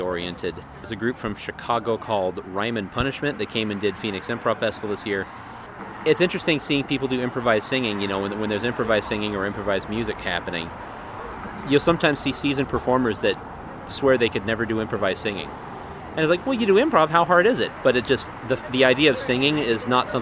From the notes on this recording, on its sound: met me at Urban Beans to talk